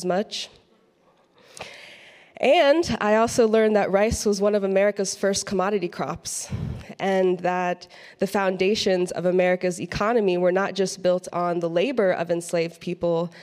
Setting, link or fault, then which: setting, live audience